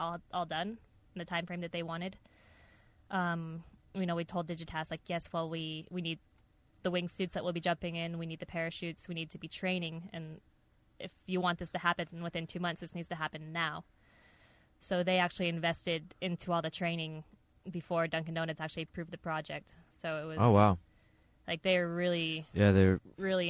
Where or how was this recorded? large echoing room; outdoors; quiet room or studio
outdoors